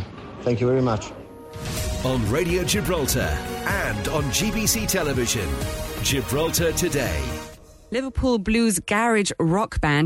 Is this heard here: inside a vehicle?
no